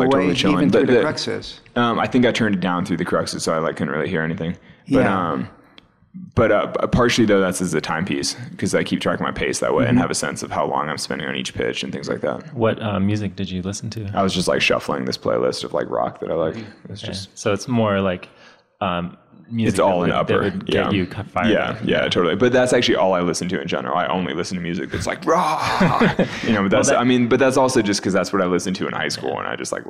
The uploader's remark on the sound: Though I was running around The Salt Palace like crazy, I got it on tape for all of you to hear.